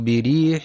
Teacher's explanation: ينتبه القارئ في كلمة بريح لترقيق الراء المكسورة